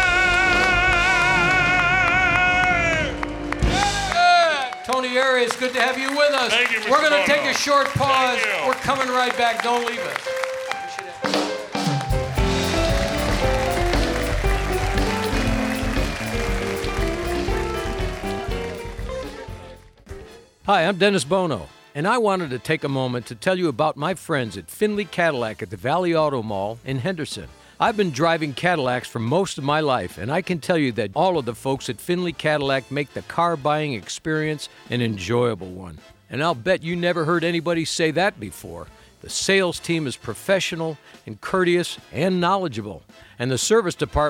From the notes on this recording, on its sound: Live at the South Point Casino